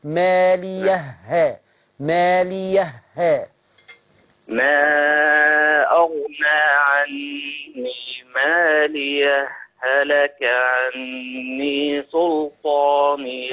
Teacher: ما تعملش فاصل، خش على طول شدد الهاء · Term: الإدغام